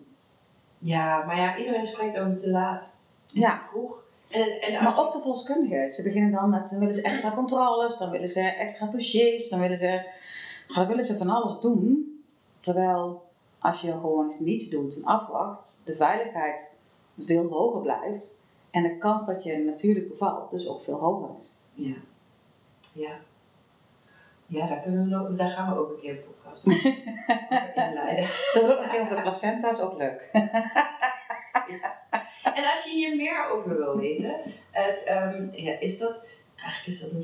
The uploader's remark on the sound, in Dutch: Door een misser in de opname is de geluidskwaliteit niet geweldig. We hebben ons best gedaan om de kwaliteit beter te krijgen, maar dit is maar ten dele gelukt.